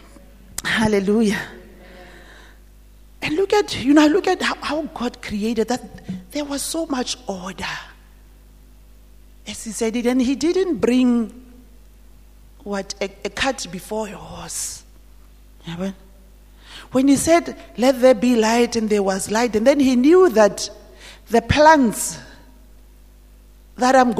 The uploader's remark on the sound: at GTCFC City campus at the morning service